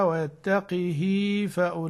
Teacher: بما أنه يصل الهاء في يتقه يكسر القاف